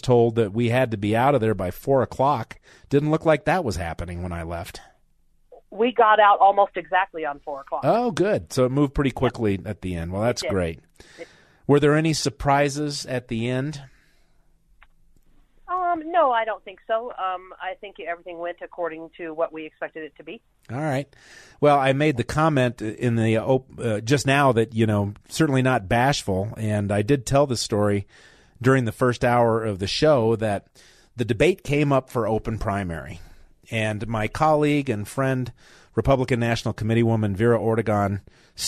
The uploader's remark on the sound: Hour 2 with callers. Called in with a big announcement.